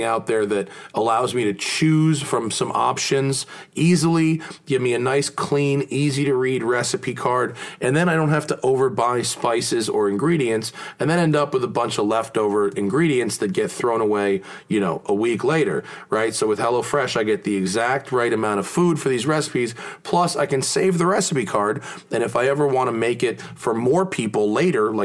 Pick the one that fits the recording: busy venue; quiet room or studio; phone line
quiet room or studio